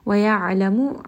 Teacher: عَيْن is going to be from the middle of the throat